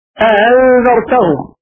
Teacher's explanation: تسهيل الهمزه الثانيه بين لكن بدون ادخال